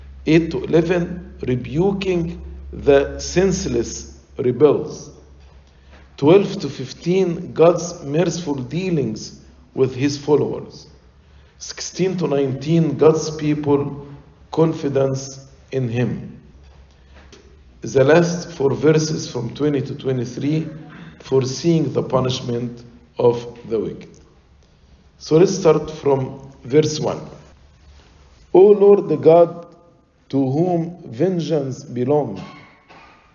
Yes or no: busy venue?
no